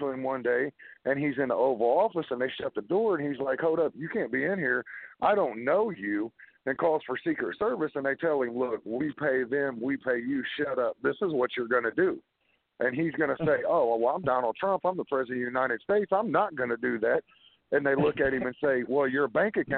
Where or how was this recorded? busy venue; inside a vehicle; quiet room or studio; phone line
phone line